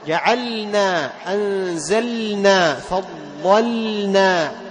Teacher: تعطي اللام صفة التوسط حتى تظهر عند النون · Term: تظهر اللام